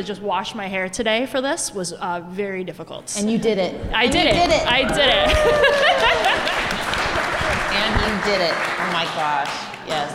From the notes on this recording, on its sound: This is another between-seasons bonus episode that I produced in collaboration with At Her Table , a weeklong food festival that celebrates women. I sat down at There Does Not Exist brewery for a live recording of the Consumed podcast featuring a panel of mothers in the hospitality industry.